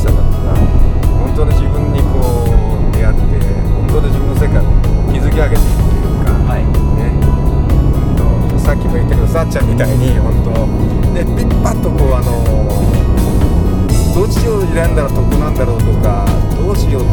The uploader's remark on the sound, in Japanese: 長崎あんでるせんツアー。ドライビング対談収録。